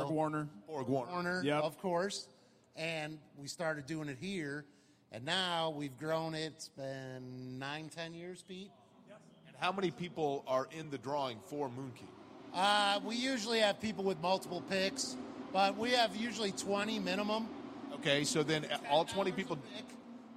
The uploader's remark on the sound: Live from the Firestone Garage at IMS.